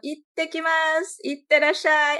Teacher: A minha voz já muda, já fica com uma entonação um pouco mais aguda